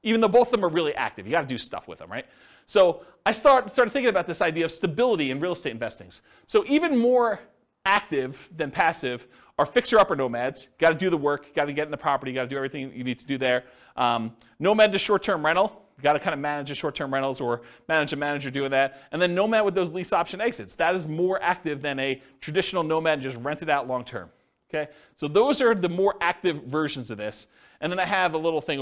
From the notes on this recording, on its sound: This was a live class recorded